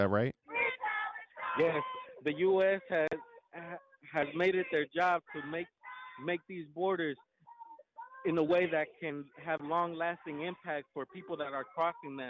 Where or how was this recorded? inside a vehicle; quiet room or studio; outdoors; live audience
outdoors